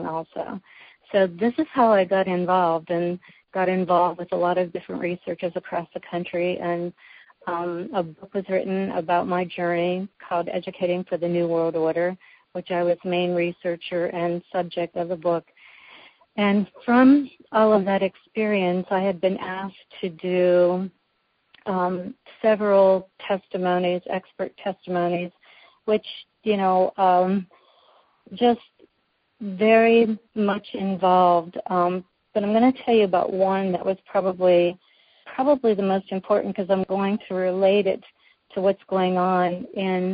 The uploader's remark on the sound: Women On The Wall Conference Call